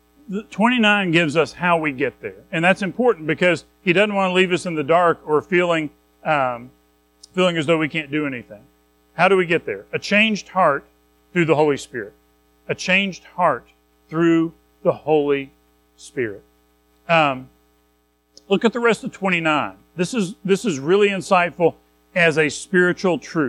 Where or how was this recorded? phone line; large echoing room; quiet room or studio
large echoing room